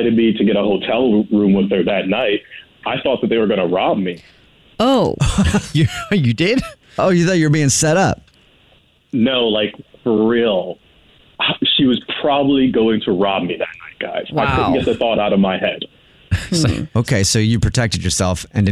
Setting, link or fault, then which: link, phone line